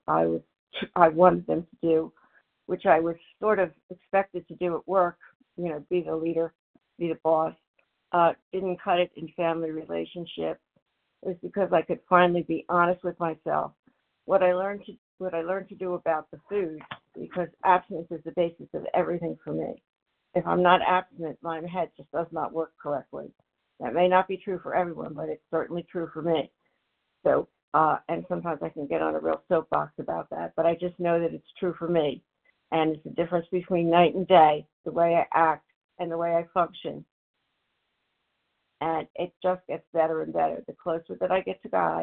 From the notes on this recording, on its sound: From the 100 Pounders Phone Meeting, 10/13/23.